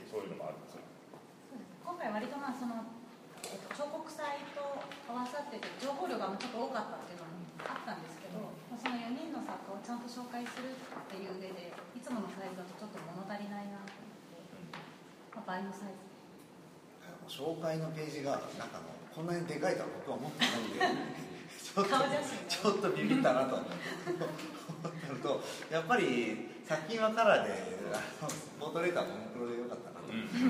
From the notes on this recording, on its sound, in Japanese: 会場：金沢美術工芸大学 展示室。OUTBOUNDー彫刻シンポジウム外伝 のトークイベントの録音です。